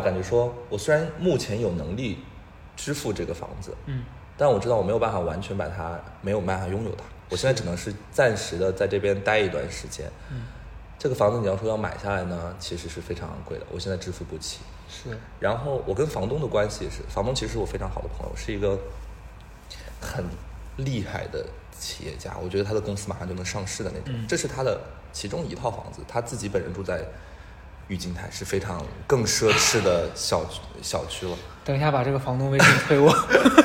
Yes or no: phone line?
no